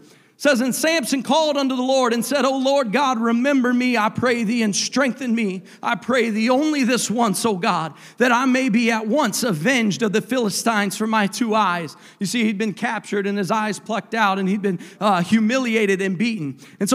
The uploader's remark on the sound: a service recording from Connect Point UPC